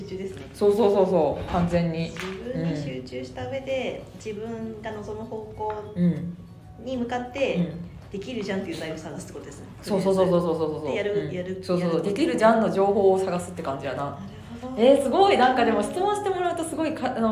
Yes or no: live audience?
yes